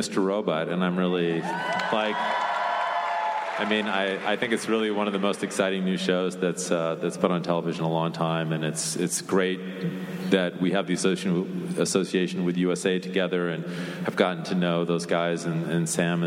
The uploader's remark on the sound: Recorded at NY Comic Con on October 9, 2015.